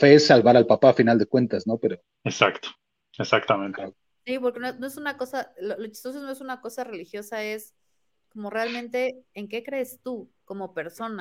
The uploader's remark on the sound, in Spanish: ¡esto sorteando todas las fallas técnicas imaginables por segunda ocasión pero saliendo adelante triunfantes para cerrar este dúo arqueológico de episodios pre-grabados!